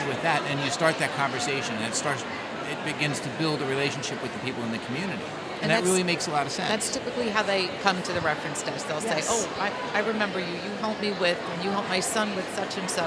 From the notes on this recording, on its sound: Long Island Library Conference Mini Episode. We were recording in a crowded hotel lobby so there is a lot of background noise but it still sounds good!! Thank you to the Long Island Library Conference for allowing us to record at their wonderful annual event!